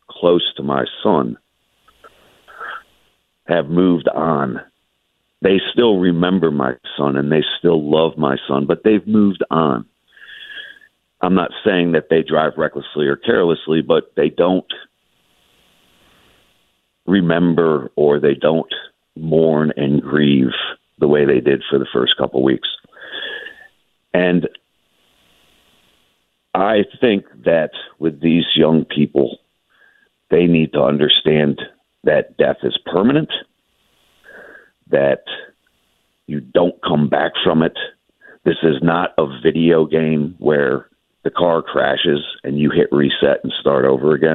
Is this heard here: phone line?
yes